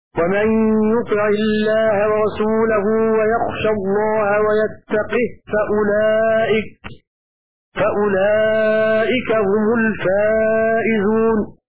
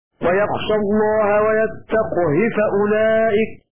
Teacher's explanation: بكسر القاف وسكون الهاء في الحالين · Shown in: first take